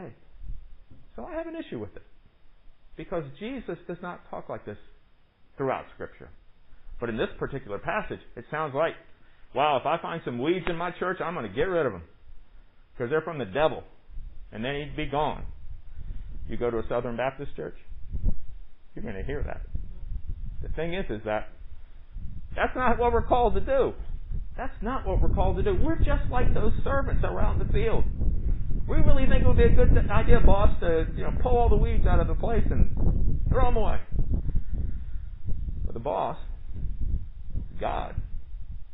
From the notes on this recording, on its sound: Recorded during worship on Sunday, July 19, 2020, under the pavilion